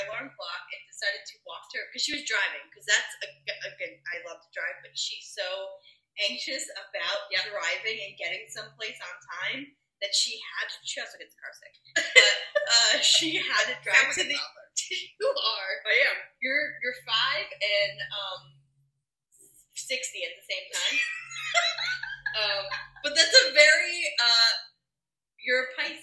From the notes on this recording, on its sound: The audio on the episode isn’t great lol we tried.